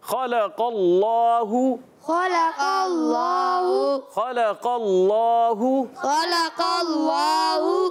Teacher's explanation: خا موٹا ہو جائے گا، لام باریک کریں گے، قاف موٹا ہو جائے گا، اور اللہ پاک کا لام بھی موٹا ہوگا. · اللہ پاک کے لام سے پہلے زبر آ رہا ہے، اس لیے اللہ پاک کا لام بھی ہم موٹا کر کے ادا کریں گے